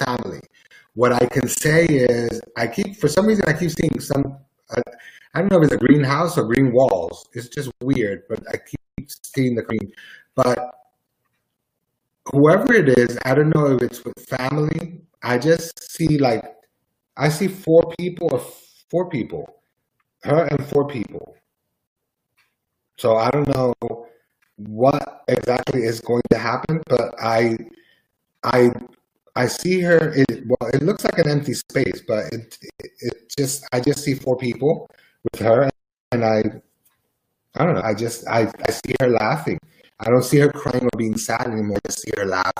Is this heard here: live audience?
no